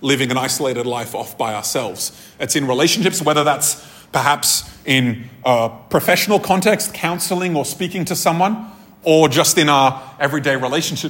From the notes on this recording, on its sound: This episode was recorded at a Thrive Community gathering on 9th July 2023.